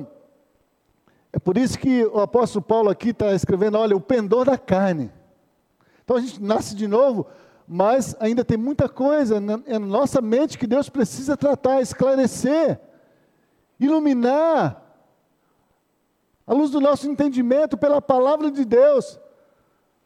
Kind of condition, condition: setting, large echoing room